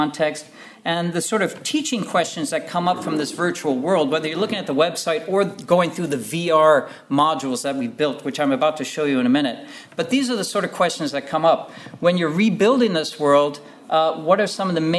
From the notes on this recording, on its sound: at the 2022 Tudor and Stuart Ireland Conference